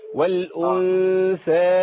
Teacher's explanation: الغنة عندي هنا مرققة اللي دخل على إيه؟ على الثاء